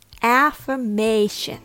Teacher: Emphasize the may to get the stress right.